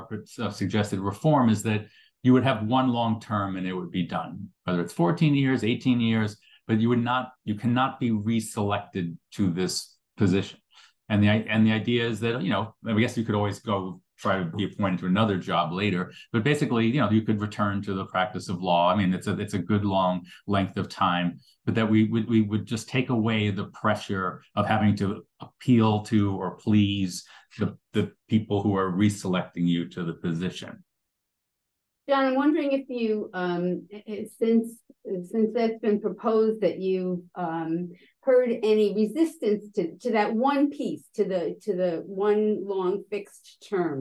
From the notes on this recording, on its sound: The panel took place via Zoom